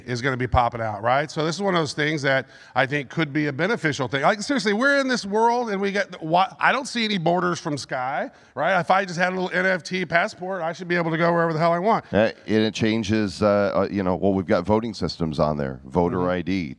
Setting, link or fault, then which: setting, busy venue